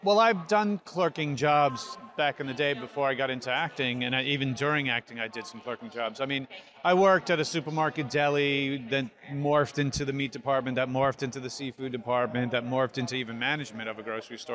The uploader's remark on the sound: Live from Fan Expo New Orleans! Live” at Fan Expo New Orleans.